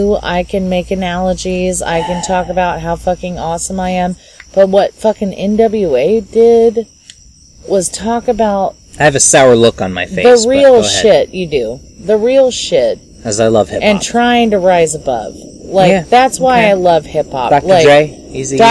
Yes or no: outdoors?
yes